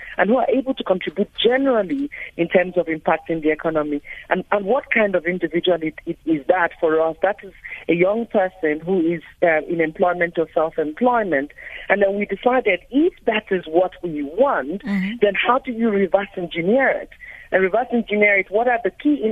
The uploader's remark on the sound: GUEST(Phone)